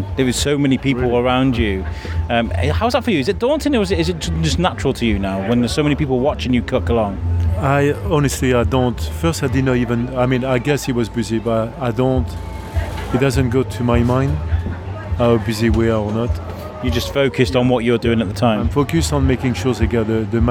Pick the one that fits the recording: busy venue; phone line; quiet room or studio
busy venue